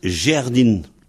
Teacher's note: Alors, le A peut devenir E, souvent. Surtout dans tout le centre-Bretagne, là, le A devient facilement E.